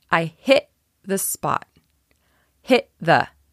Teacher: You don't hear that T on hit.